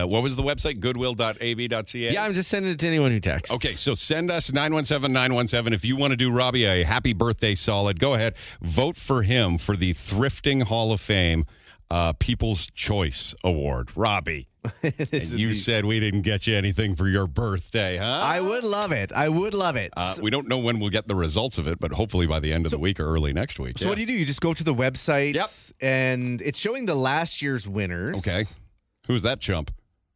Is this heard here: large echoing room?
no